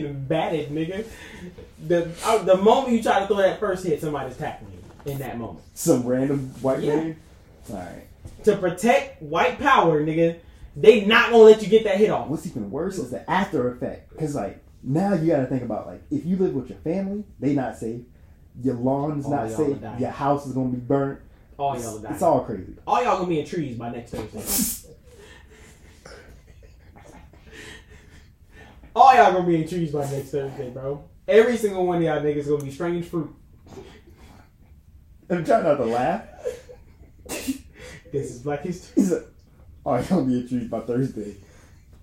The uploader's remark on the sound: THIS IS OUR IMPROMTU EPISODE, MICS WEREN'T SET UP, CAMERA WAS NOT ROLLING